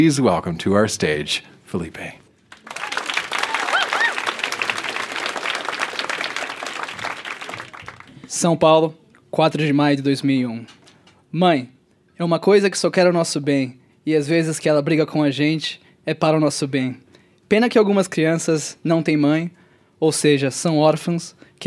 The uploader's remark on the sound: Recorded live at Yuk Yuk's in Calgary, AB.